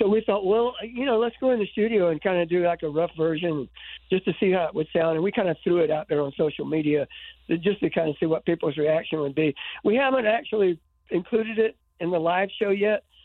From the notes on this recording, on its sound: called